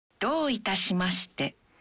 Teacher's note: Bunyikan vokal O dalam do satu ketuk lebih panjang.